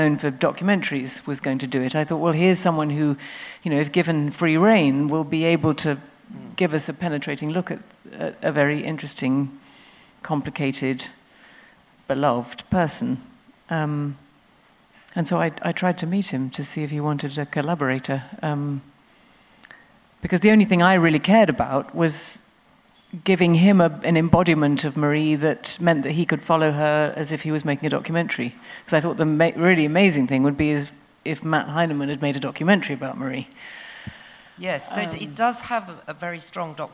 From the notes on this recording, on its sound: Recorded at The Tabernacle in London on 21st January 2019.